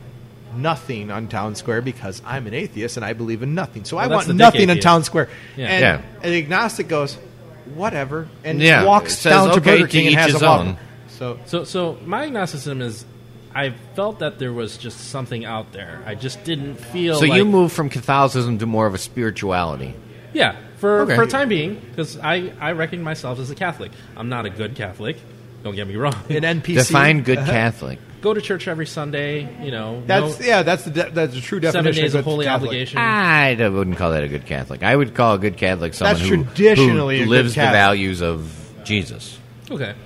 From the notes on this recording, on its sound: Recorded 11/30/14 Live at Cuvee Cellars Wine Bar in Elmhurst, IL